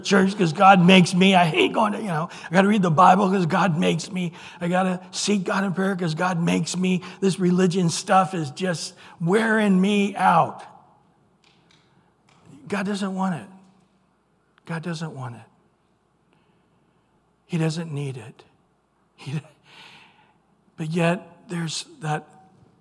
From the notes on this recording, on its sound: Recorded at Calvary Chapel of Los Alamitos